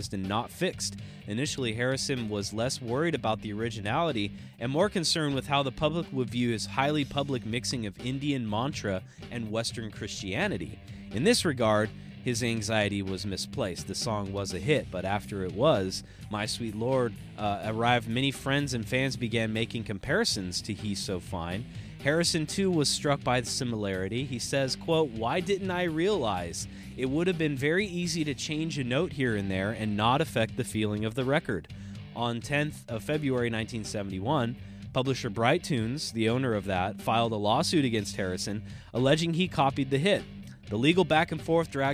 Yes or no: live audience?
no